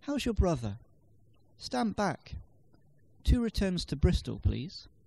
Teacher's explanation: The voice rises sharply earlier in the sentence and then falls on the key word being stressed. · Term: falling tone